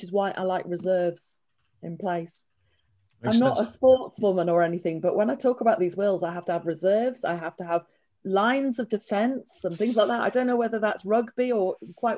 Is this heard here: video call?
yes